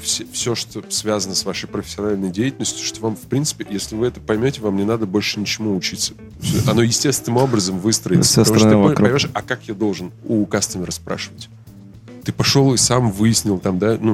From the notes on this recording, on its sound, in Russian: Подкаст записан на конференции ProductSense Minsk'19.